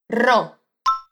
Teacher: Esse R do início da palavra é bem vibrante.